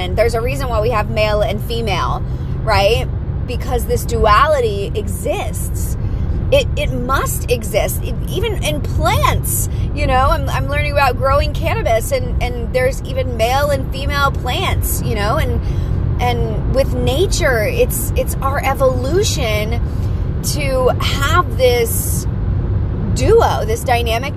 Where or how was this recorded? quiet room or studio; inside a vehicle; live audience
inside a vehicle